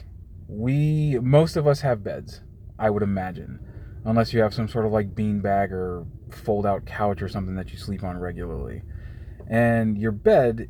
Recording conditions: inside a vehicle